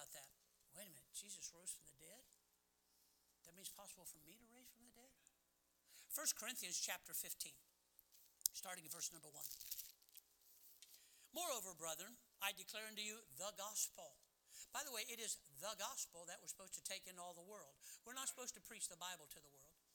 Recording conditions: large echoing room